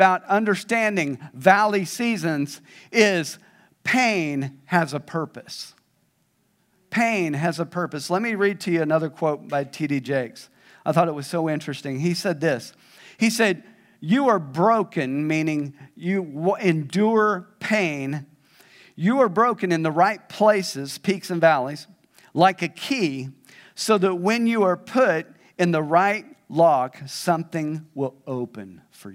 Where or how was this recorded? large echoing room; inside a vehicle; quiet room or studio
large echoing room